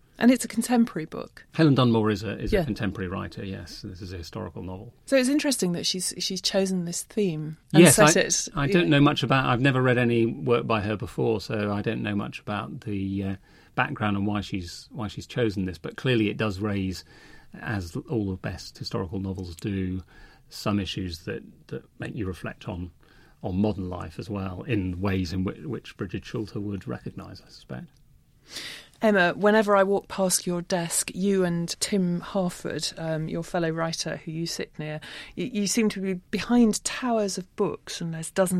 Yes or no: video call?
no